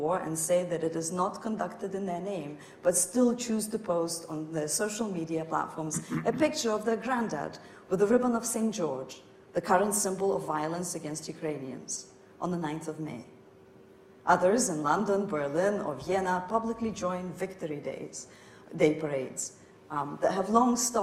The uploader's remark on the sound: In this public lecture. Her lecture is followed by a discussion.